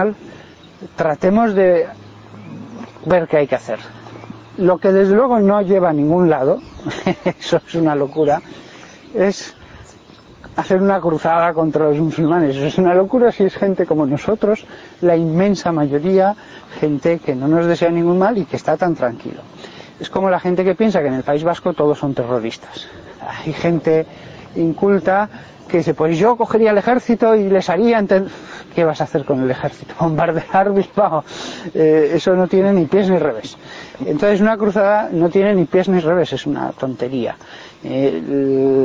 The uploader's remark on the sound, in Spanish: Entrevista durante un paseo por el campo por parte de un periodista de El Periodico.